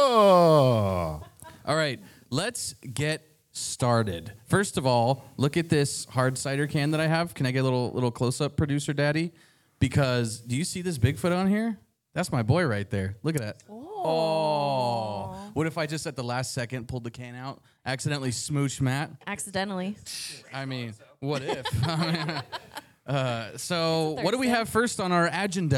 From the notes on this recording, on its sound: LIVE From Taproom-120. This time coming to you from the live show at Taproom-120 in Gilbert, AZ. A few surprise guests stop by!